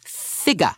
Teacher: Figure changes to figure. The y comes out.